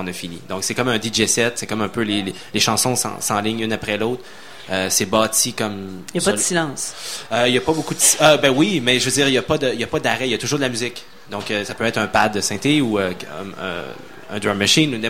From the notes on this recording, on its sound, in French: Au Festival d'été de Québec, en direct du bar Le Sacrilège, sur les ondes de CKRL 89,1.